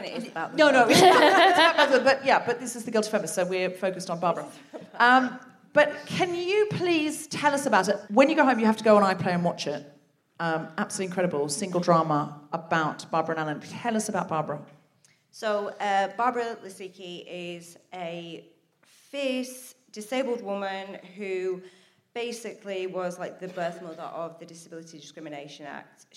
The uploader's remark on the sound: Live from the Lowry in Salford.